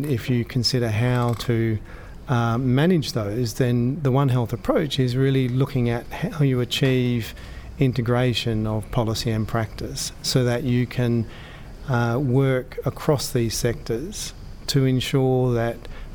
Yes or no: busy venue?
yes